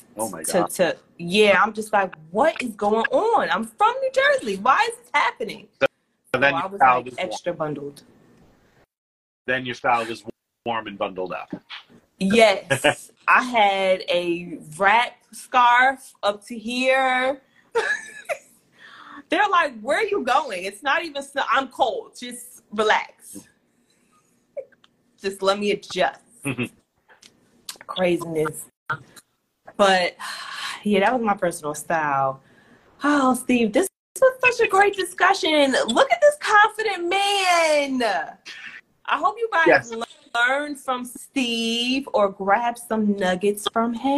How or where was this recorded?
video call